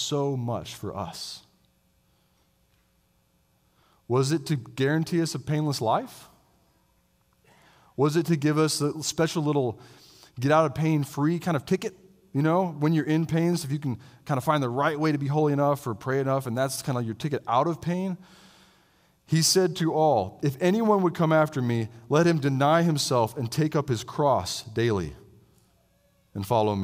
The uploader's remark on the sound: I delivered this sermon as a guest preacher at Christ the King Presbyterian Church in Roanoke, VA.